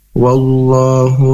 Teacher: Nah, di akhir kata makhrajnya di tenggorokan bagian dalam yaitu aqsal halq, diucapkan dengan hembusan napas dengan lembut · Term: huruf ha